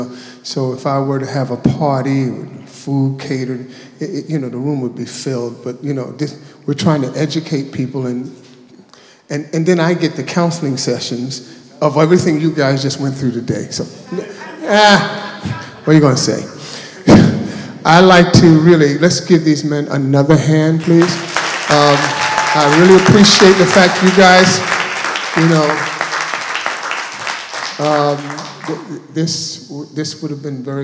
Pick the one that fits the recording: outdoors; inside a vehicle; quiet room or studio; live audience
live audience